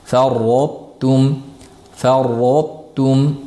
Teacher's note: Ro o'zi tafxim, o'sha tafximligi yana taga to'la, o'sha tafxim bilan birgalikda taga o'tib ketiladi.